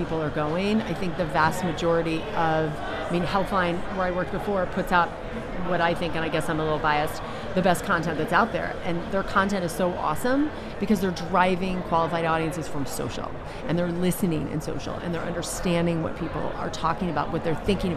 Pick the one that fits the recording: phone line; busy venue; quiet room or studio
busy venue